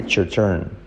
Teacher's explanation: Cuidado, la T se une con la Y, it's your turn.